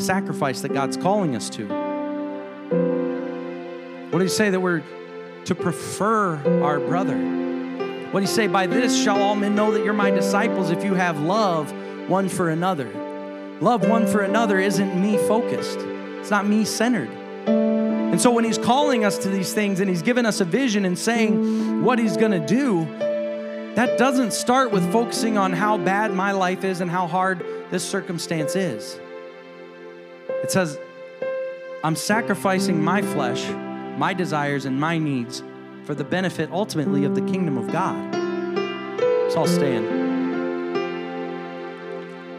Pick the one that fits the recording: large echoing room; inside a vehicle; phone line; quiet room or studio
large echoing room